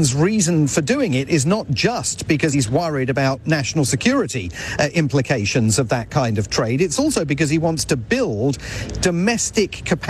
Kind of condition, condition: setting, busy venue